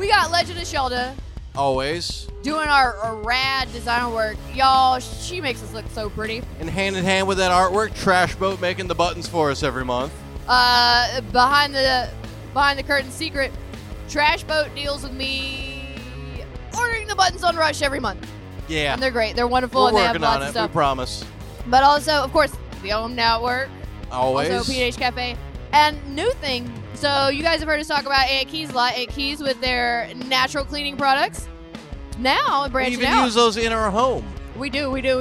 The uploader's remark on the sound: Recorded LIVE at the P&H Cafe in Memphis, TN!